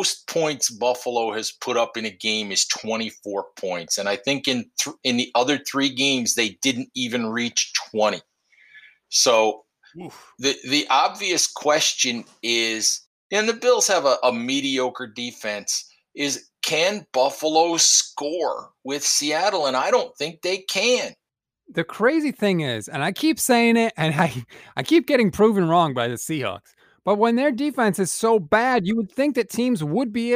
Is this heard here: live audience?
no